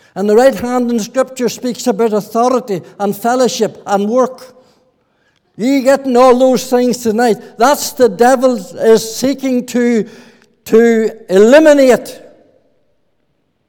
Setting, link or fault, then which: setting, large echoing room